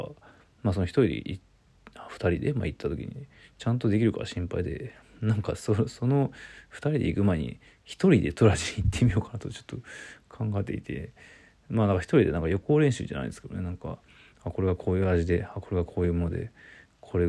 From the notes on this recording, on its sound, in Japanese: ボイスメモです。From Radiotalk。